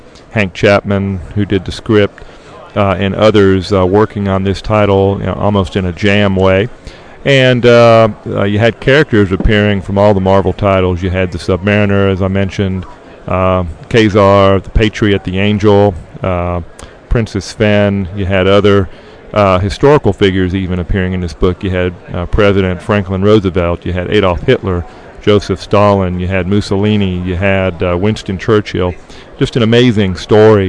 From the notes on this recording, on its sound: We are “live” from Heroes Con 2007!